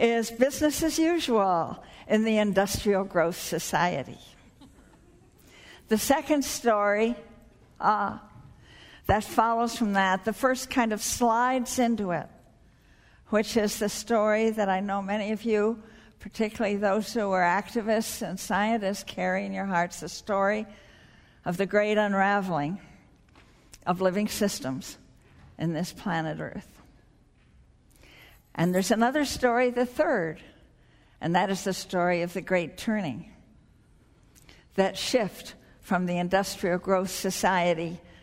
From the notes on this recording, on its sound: spoke at the 2009 Bioneers Conference held in San Rafael, California